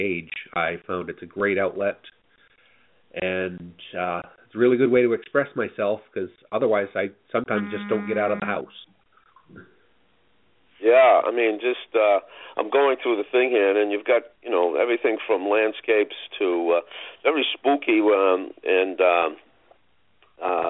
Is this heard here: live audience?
no